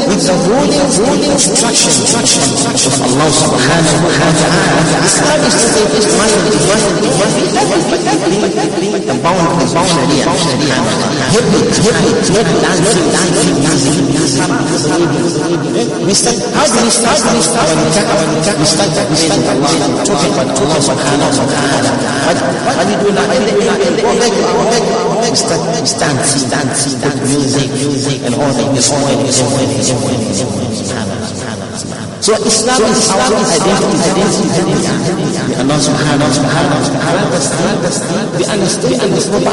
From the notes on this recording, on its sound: Jumuah lecture at Masjidun Nasr